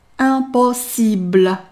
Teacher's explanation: p 是一个轻音，在和 o 连起来的时候发成类似于 b 的音。这时候那声带是不用努力地震动的 · IPA: [ɛ̃pɔsibl]